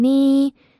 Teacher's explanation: the first sound is a high flat tone, 呢 followed by 度 mid flat tone, 度，呢度 means here.